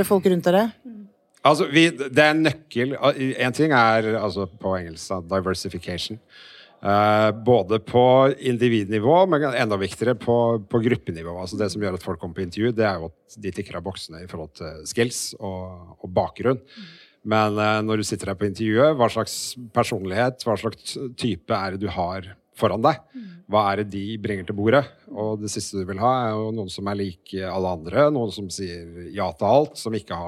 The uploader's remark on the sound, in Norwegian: Live fra Arendalsuka!